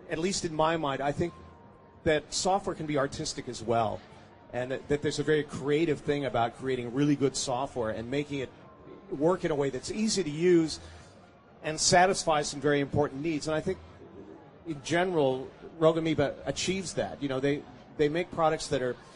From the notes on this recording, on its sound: Macworld Podcast Live from Expo.